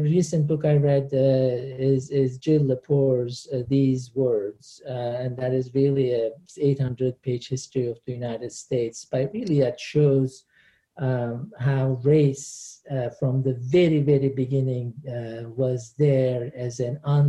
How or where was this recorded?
video call